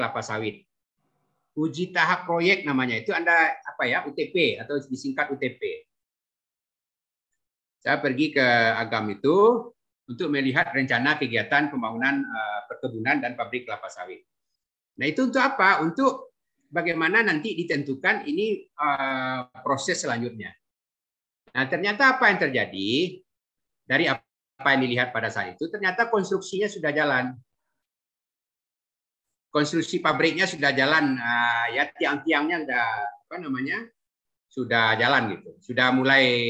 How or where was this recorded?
video call